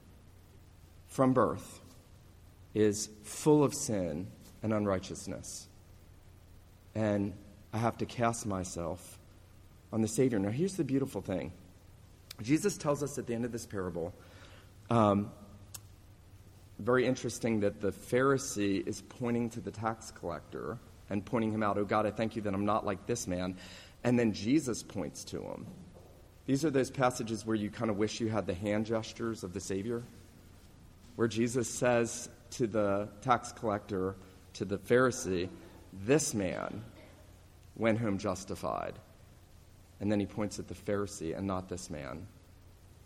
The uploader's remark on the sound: This sermon was preached at the New Life PCA, La Mesa, CA Reformation Celebration service, on Sunday morning, November 3, 2019.